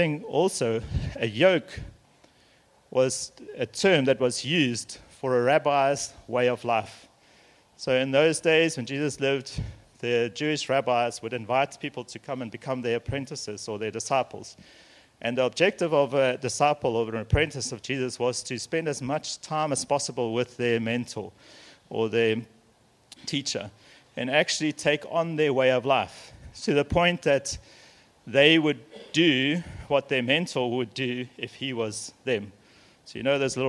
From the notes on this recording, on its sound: Messages here were recorded at Men’s Breakfasts hosted at RED POINT Church.